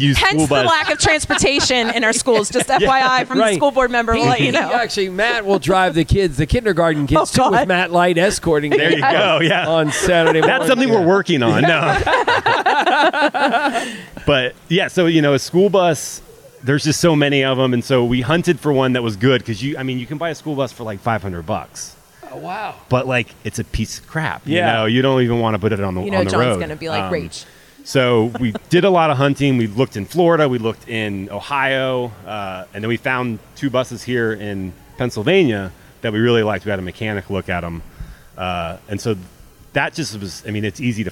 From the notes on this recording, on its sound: Set up some borrowed chairs on a sidewalk near the Convention Center, some microphones a camera and tripod and, boom, there ya have a podcast! Of course with weird looks from everyone passing by.